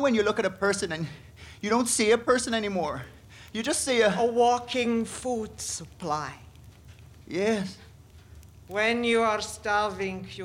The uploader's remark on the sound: Recorded LIVE at The Roundhouse in Camden in collaboration with Roundhouse Radio.